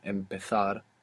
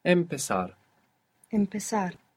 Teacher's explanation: This is a Z, so that's going to sound th in Spain. Empezar in most of Spain.